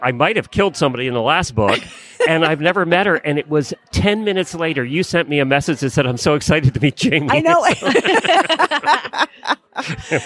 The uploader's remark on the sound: Live from AHP in Dallas. Live at the American Horse Publications with a bunch of fascinating guests from the equestrian media.